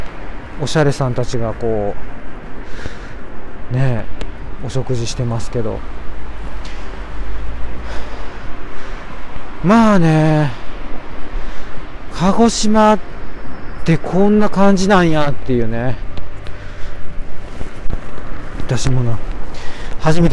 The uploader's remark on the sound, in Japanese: 天文館という歌舞伎町のような夜の街を歩きながらお届けします。